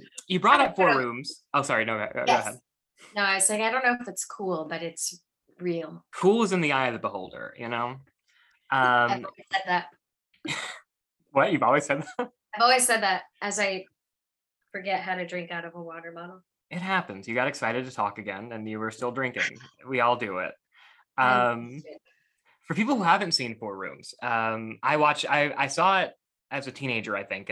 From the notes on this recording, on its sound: all before Zoom cuts us off.